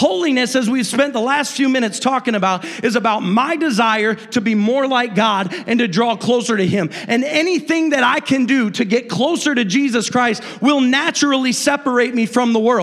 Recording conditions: large echoing room